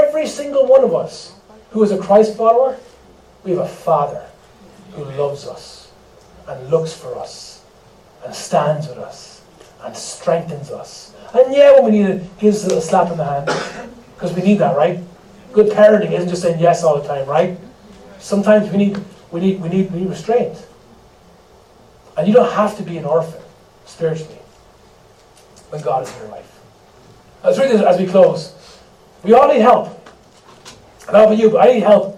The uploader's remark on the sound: We apologise for the poor sound quality on this recording.